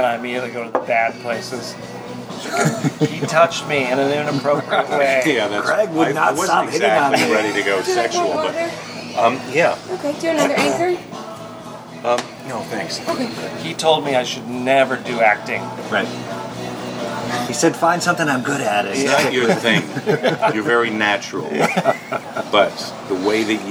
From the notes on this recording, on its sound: at The San Francisco Saloon in West LA